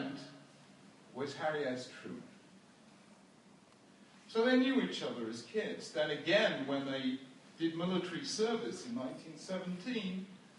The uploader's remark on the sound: This shiur was recorded at the Bnei Akiva School in Toronto on 16th March 2016.